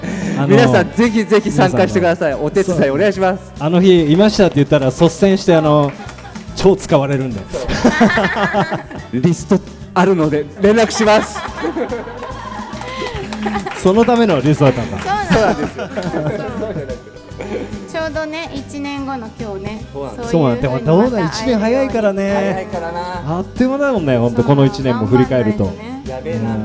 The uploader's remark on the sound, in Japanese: 公開収録